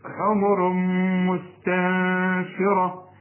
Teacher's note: نون بعدها ت، عاوزين غنة، الغنة هنا مرققة خد بالك، الراء مفخمة